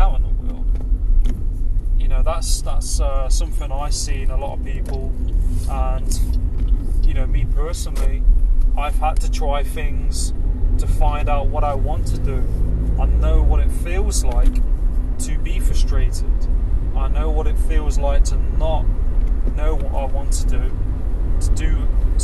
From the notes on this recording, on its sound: I recorded this via Bluetooth earphones while driving. You will hear the engine sounds, and car/traffic sounds.